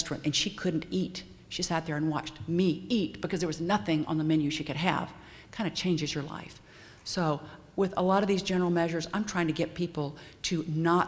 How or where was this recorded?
busy venue